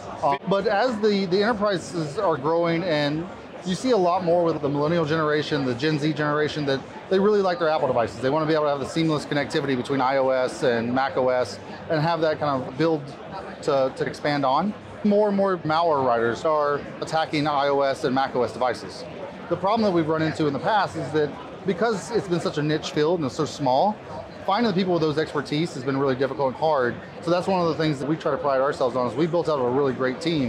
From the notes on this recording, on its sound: on the sidelines of the 2023 Black Hat USA conference